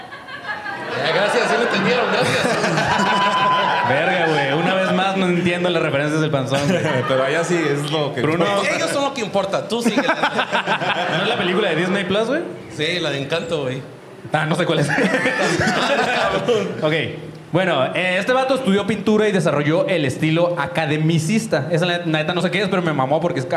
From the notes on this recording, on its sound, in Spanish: (En Vivo). Por primera vez en vivo desde el Foro 139 en la CDMX.